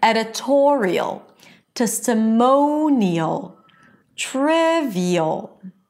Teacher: in all of these words, the stress is on the one syllable before the suffix